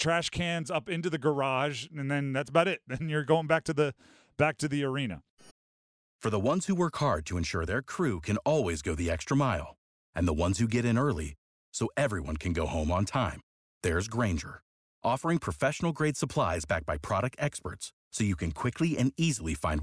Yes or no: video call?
no